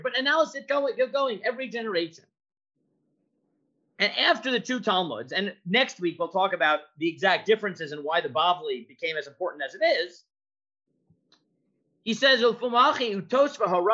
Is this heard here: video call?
yes